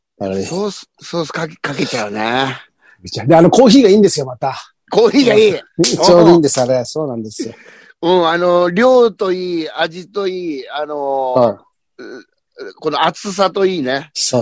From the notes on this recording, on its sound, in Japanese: ZOOMで収録